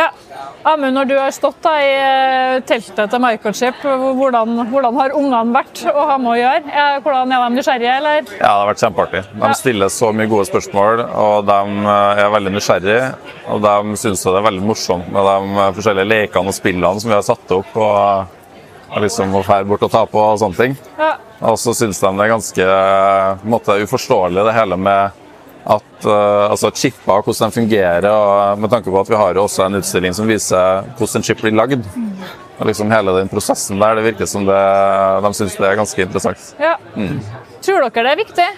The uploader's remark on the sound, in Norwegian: Trondheim Tech Ports InnovasjonsPodcast ble spilt inn under årets Trondheim Skaperfest , midt på torvet i teknologihovedstaden Trondheim. Podcasten er gjort mulig i samarbeid med Nomono , som lånte oss sitt bærbare podcast-studio, fylt med splitter ny lydteknologi fra SINTEF .